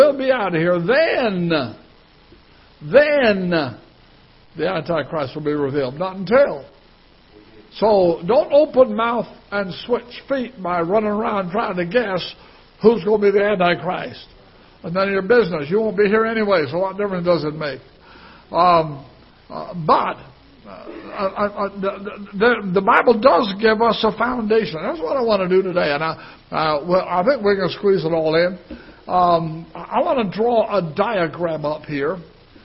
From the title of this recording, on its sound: Ketha Heights Baptist Church ~ Live Broadcast